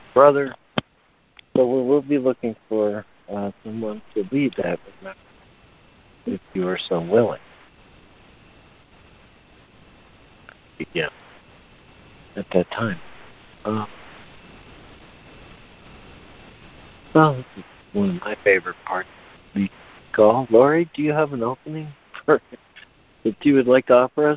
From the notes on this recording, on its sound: ACIM Daily Conference Call